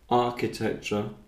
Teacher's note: it's a softened R when I pronounce certain words, like architecture, there's a slight R about it, but it's not as strong as in other parts of the country